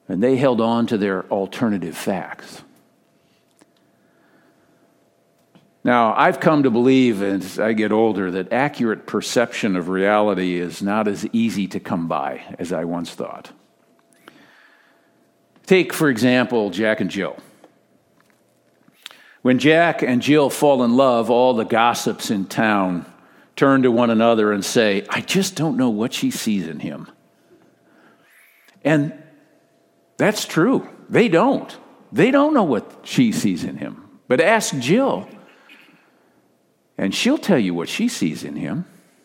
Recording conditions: large echoing room